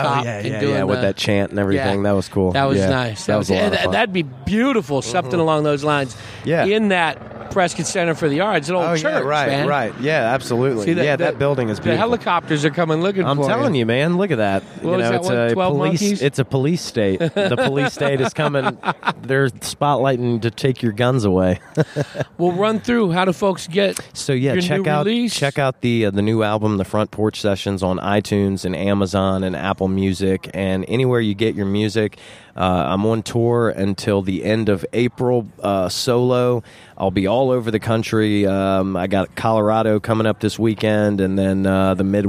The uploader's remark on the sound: At The Rhythm Room , one of the premier music venues in the state.